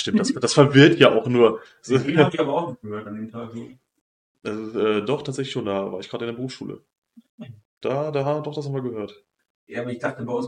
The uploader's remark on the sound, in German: Der Ton ist mal wieder eine Katastrophe.